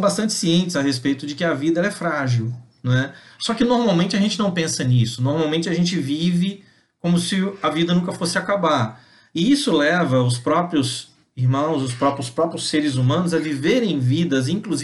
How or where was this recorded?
video call